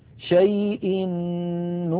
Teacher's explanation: أدغم التنوين في النون من نكر فصارا نونا واحدة مشددة لذلك شددت النون من نكر.